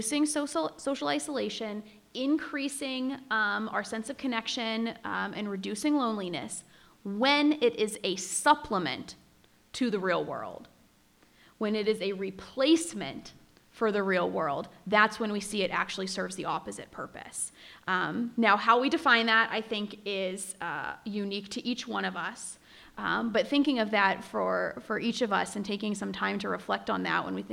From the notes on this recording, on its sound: This special episode was recorded in person in Talkeetna. This week’s program is a prerecording of a live discussion held on location in Talkeetna.